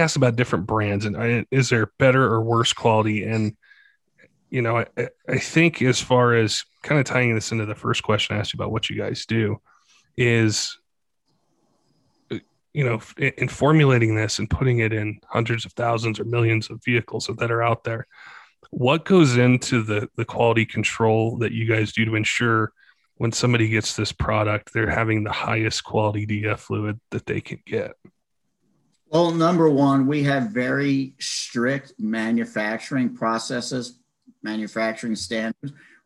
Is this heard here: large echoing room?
no